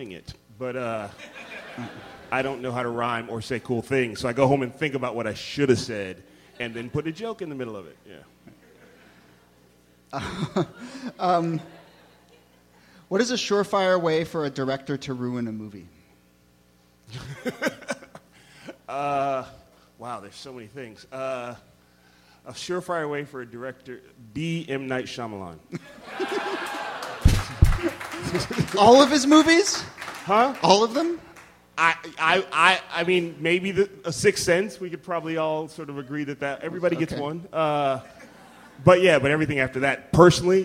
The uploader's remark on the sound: Ask Roulette is the conversation series in which strangers ask each other questions live on stage. This excerpt is from our 2014 show at Brooklyn's Bell House.